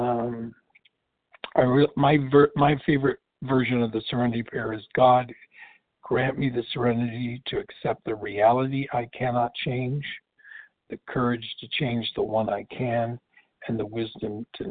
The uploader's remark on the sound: Qualification from the 100 Pounders Phone Meeting.